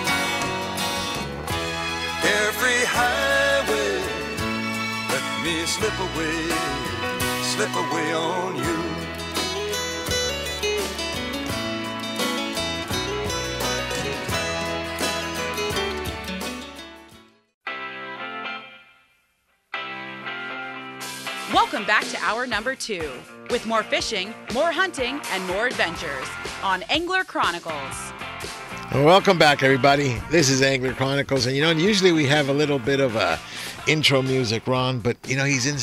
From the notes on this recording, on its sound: "LIVE" from Angel Stadium in Anaheim, CA